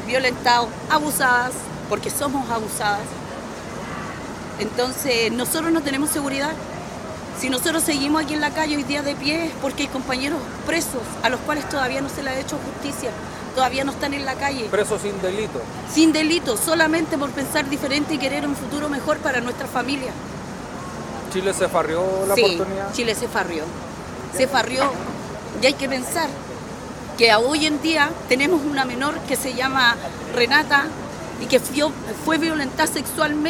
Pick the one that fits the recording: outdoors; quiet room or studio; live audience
outdoors